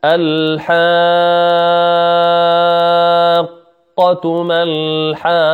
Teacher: إذن هنا قاعدة، كل مد وراءه حرف ساكن سكونا أصليا يمد 6 حركات، وبالأحرى كل حرف كل مد وراءه شدة يمد 6 حركات، وهذا مد لازم